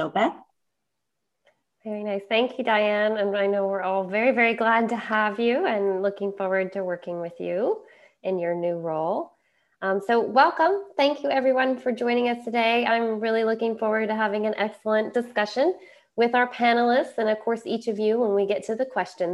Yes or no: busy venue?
no